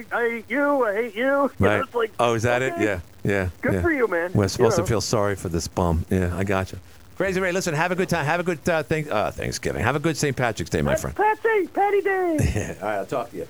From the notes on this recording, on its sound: Fielded calls throughout.